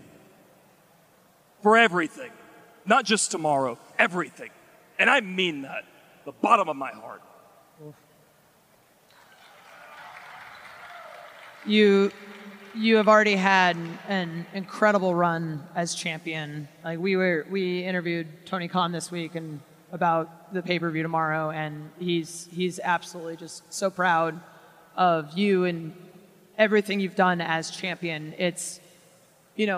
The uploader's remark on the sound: Live at FanFest. AEW Unrestricted was live in Las Vegas last weekend at DOUBLE OR NOTHING FanFest! Regaled the live audience with great stories.